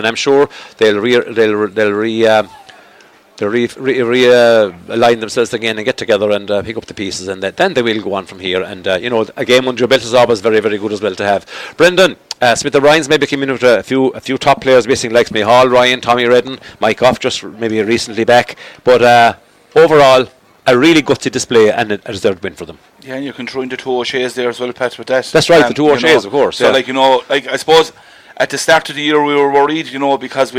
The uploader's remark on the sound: Outside broadcast